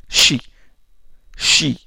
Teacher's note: Shi se disperse dans la bouche. C'est une fricative, bon. Suintante, dorsopalatale, sourde. · Term: shin